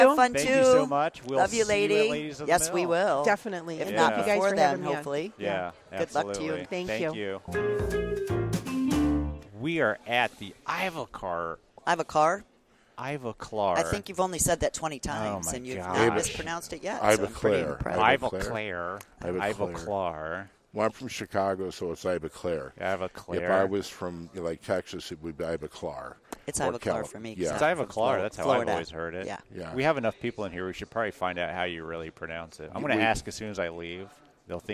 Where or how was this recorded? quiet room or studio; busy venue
busy venue